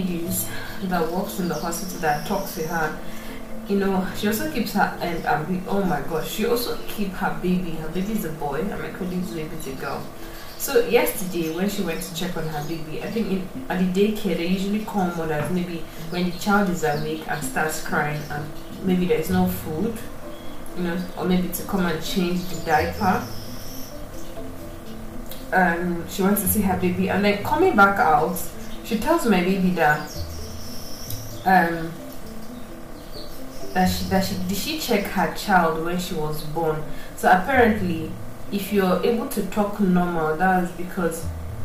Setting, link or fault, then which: fault, sounds in the background